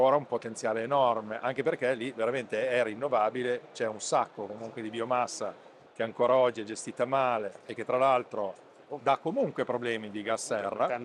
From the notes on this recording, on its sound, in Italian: registrato durante la 25° edizione di Ecomondo, alla fiera di Rimini